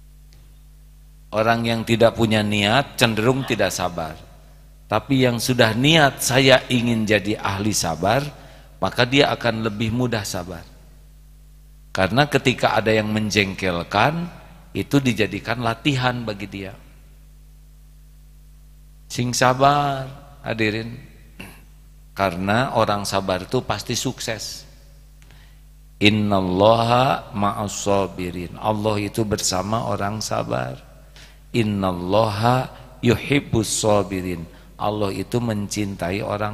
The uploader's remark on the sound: live dari Masjid Daarut Tauhiid Bandung